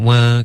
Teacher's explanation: 注意不要加鼻音 work，刚刚有一点嗯的音出现